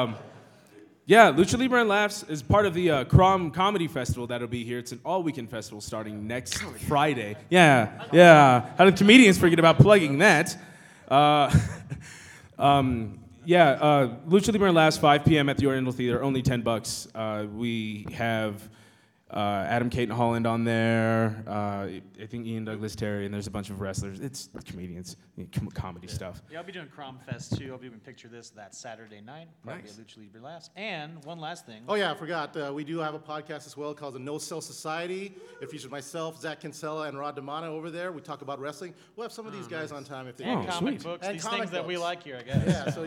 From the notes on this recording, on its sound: LIVE From Denver Comic Con 2015